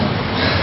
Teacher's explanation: Baik itu dari bibir, ya, dan termasuk salah satu dari huruf bibir yang keluarnya dari bibir. Bibir cukup dirapatkan agak kuat. · Term: huruf ba